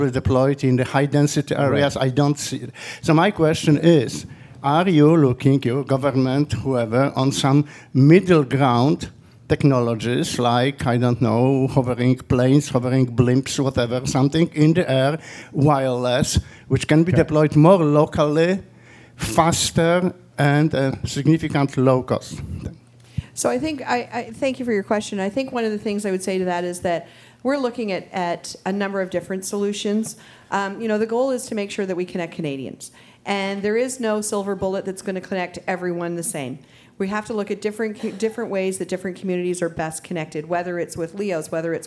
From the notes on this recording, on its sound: In the Canada 2020 studio. Take questions from the live studio audience.